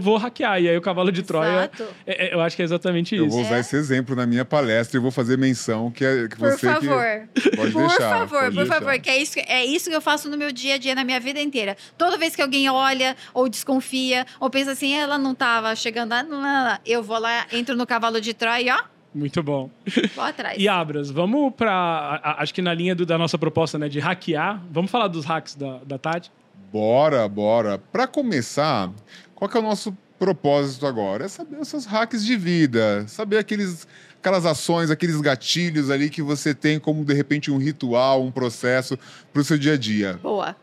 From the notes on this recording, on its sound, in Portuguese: Diretamente do Case Abstartups, gravamos vários episódios incríveis do De Galho em Galho neste evento